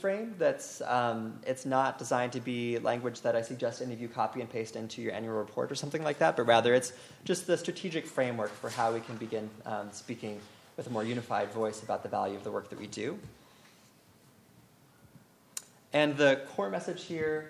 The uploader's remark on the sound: Annual Meeting Session Recording Recorded in Detroit, MI September 17, 2015. 2016 AASLH/MMA Annual Meeting Session Recording Recorded in Detroit, MI.